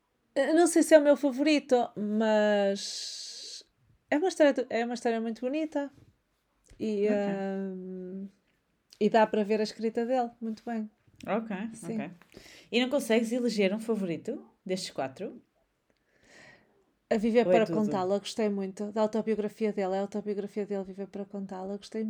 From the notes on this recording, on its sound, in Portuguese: Contudo, ainda há alguns ruídos de fundo que vamos tentar eliminar/evitar com o tempo e que são fruto de partilharmos os nossos estúdios de gravação (vulgo “casas”) com seres vivos – sejam eles mini-humanos, canídeos, felinos e por aí fora.